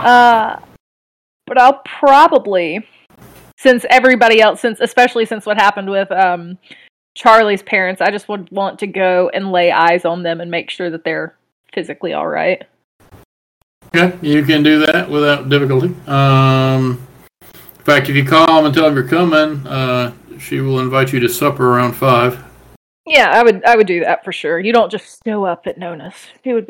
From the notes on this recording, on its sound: Sorry about the audio quality on this episode, the usual recording system we use was having errors so we had to use a new and different one.